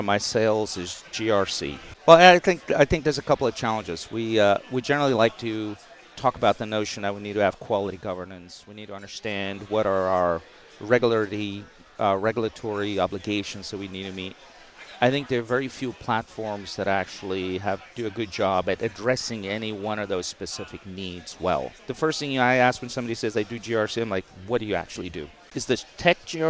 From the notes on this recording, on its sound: conducted live at RSA 2023